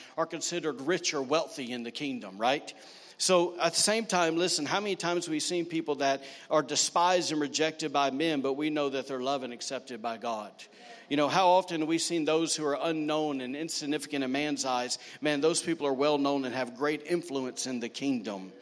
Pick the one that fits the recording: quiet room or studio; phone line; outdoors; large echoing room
large echoing room